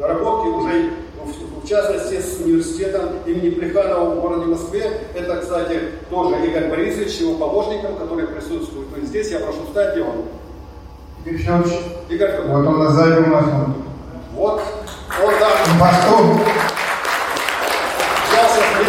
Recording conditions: busy venue